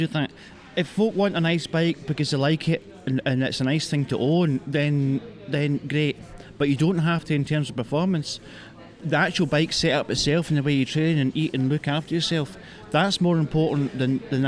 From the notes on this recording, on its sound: At the inaugural Ride and Run event in Dunoon, Argyll and Bute organised by the PA23BID group. Broadcast on DCR 97.4FM.